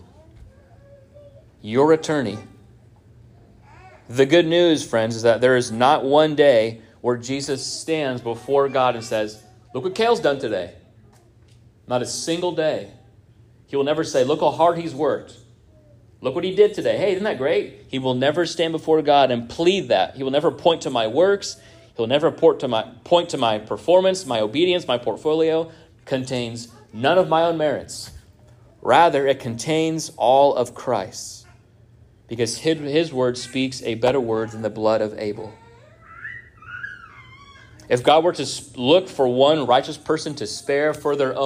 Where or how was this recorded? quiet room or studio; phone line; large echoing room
large echoing room